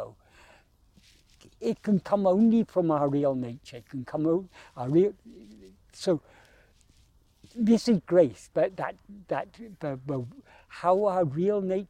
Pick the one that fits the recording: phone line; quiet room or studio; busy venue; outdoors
outdoors